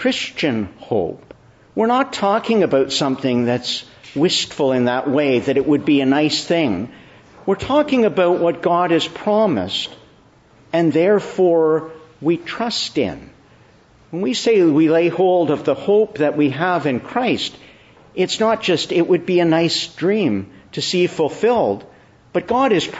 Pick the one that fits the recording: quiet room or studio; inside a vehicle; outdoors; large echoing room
large echoing room